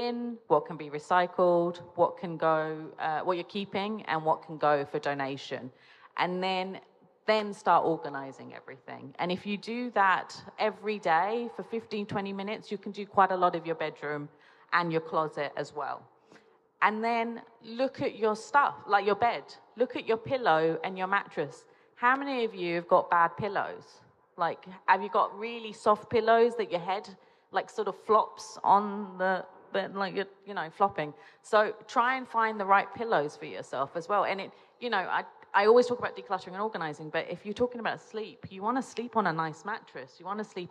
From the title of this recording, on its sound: at the Dubai Home Festival 2020 at Nakheel Mall, The Palm